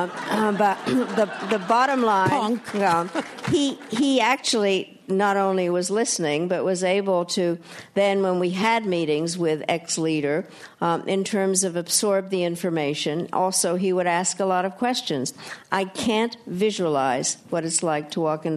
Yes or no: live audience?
yes